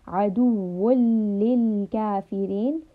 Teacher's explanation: So lam, there is a shadda, so we are merging this tanween sound into the lam. And then the second lam has tawassut.